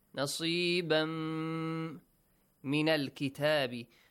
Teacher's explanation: With nasal sound. Plus two counts. Stretch the sound for two counts. · Term: Idgham